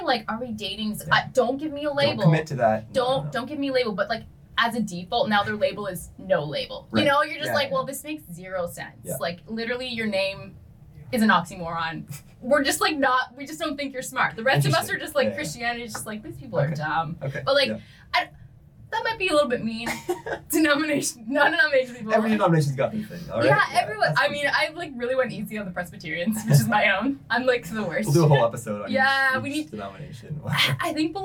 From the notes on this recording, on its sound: Sorry for the poor audio quality, it will be fixed for next week's episode.